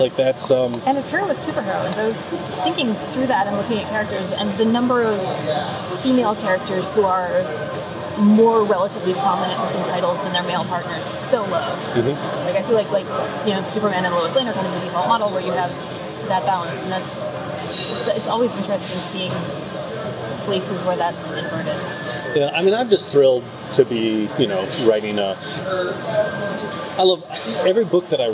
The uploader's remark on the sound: On no sleep, and on the con floor, so apologies in advance for the sound.